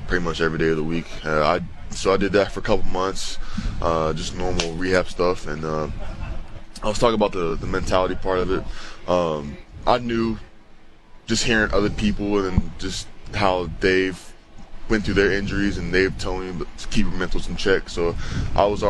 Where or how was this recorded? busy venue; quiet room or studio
busy venue